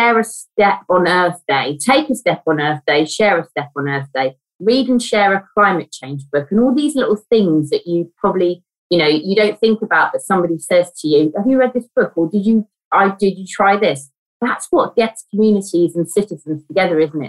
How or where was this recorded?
video call